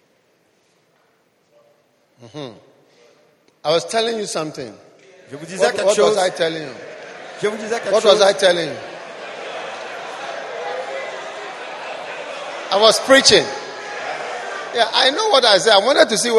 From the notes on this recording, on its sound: Preached at the iPlus40 conference, Pleasant Place Church, Accra.